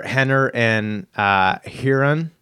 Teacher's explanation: all of their names start with the letter R, which is just like a Brazilian thing, even though it's pronounced with an H sound